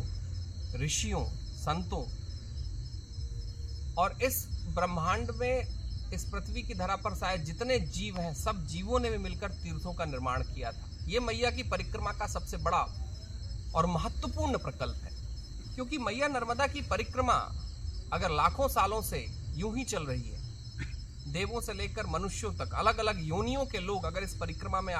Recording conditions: outdoors